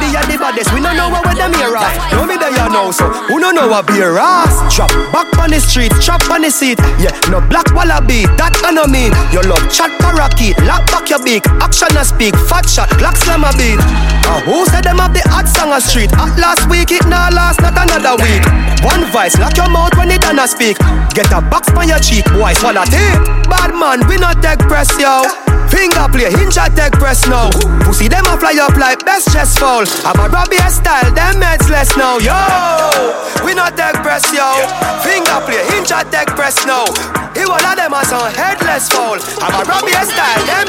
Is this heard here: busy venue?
yes